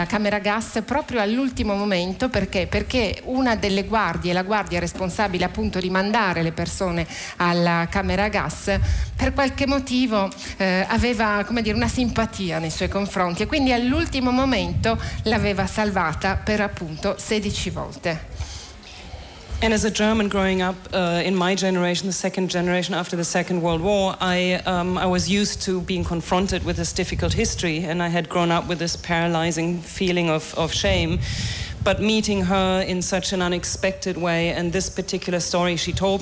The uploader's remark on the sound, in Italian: FAHRENHEIT Festivaletteratura Mantova. In diretta da Mantova - Piazza Leon Battista Alberti - per la XXIII edizione del FESTIVALETTERATURA.